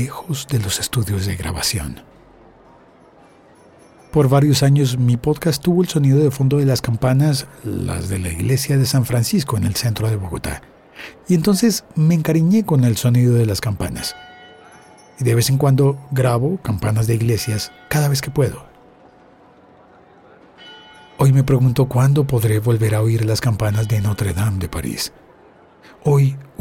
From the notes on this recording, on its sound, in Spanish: El sonido caótico de la plaza, invadida de turistas haciendo una enorme fila para entrar a conocer Notre Dame de Paris. Pero aquel medio día tan caluroso, por primera vez estaba allí con mi teléfono inteligente y un micrófono estéreo entre el bolsillo.